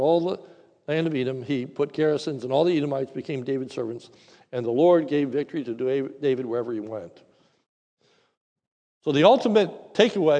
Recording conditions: large echoing room